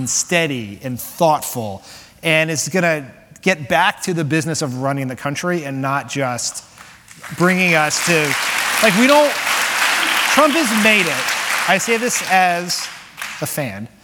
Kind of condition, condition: setting, live audience